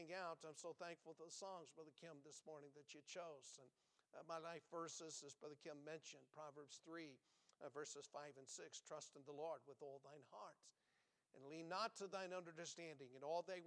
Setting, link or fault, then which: setting, large echoing room